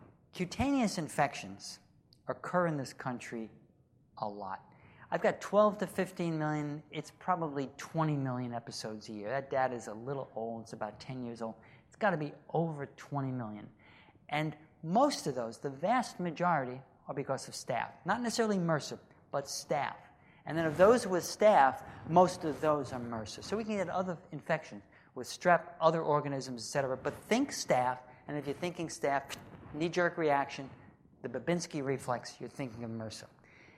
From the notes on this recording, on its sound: From the SDPA Annual Summer Dermatology Conference 2016, held June 1 – 5 in Austin, Texas.